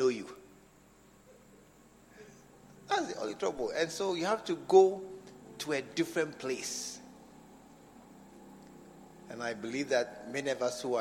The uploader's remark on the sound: Preached at the SAT Service at True Vine Cathedral, Bantama